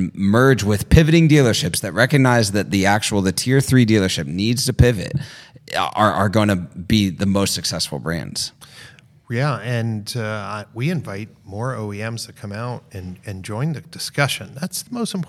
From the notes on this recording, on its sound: during the 2022 Modern Retailing Conference